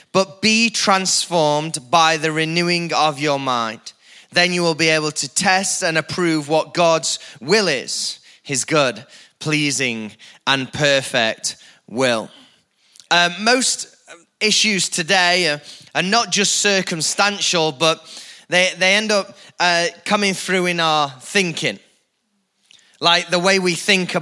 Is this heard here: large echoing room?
yes